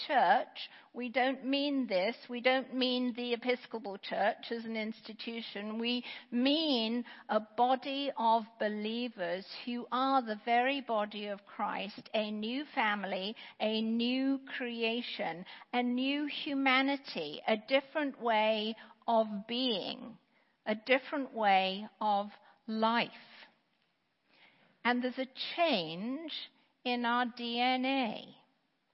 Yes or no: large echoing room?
yes